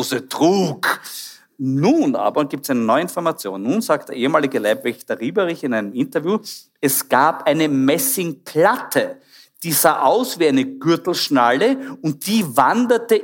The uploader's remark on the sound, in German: Aufgezeichnet bei der Liveshow von der Bühne im Hof in St. Pölten.